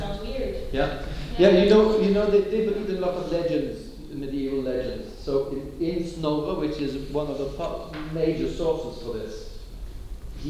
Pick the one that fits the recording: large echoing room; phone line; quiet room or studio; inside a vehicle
large echoing room